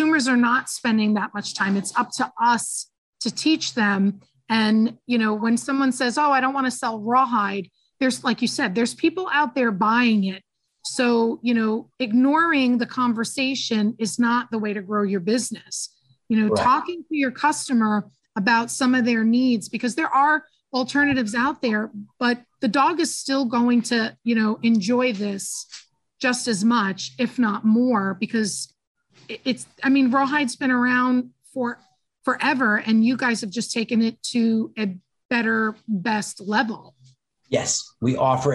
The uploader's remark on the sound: Listen in on a very tradeshow like conversation.